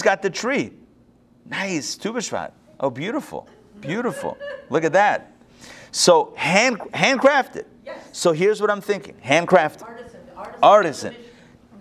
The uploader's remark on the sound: Recorded live at the Intown Jewish Academy on January 23, 2022